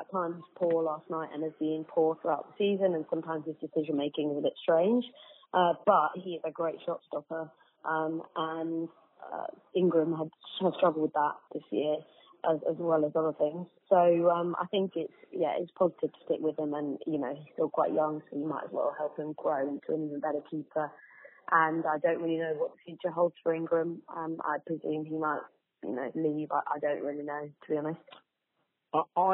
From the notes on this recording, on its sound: have a chat on the phone in this mini-podcast